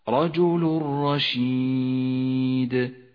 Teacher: التنوين لون بالرمادي لأنه لا يلفظ إذا جاءت بعده الراء، والحكم إدغام بلا غنة، يسقط التنوين من اللفظ وتشدد الراء التي بعده